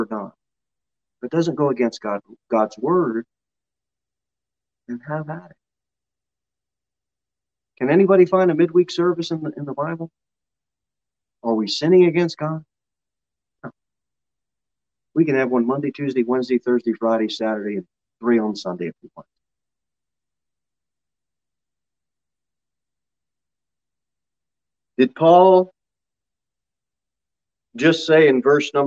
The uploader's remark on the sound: Sermon delivered at Pilgrim Baptist Church on Thursday, December 9, 2021, at 6:15 pm. Jere Whitson Rd.